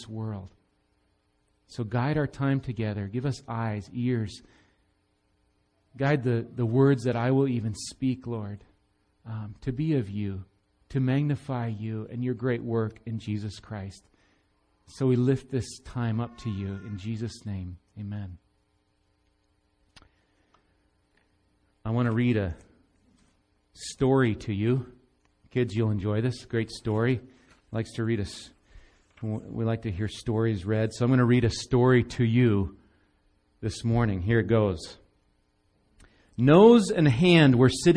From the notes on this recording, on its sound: Recorded live at Bethany Bible Church on 11/5/17